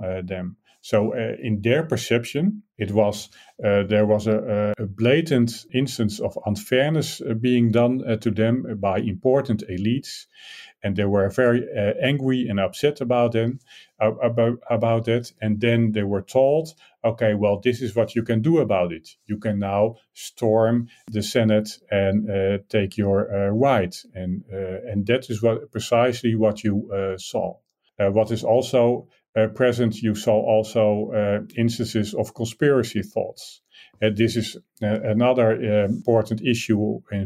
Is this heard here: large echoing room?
no